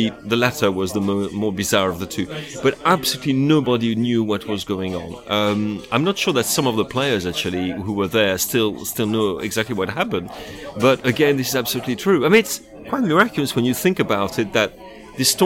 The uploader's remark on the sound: apologies for the noisy hotel bar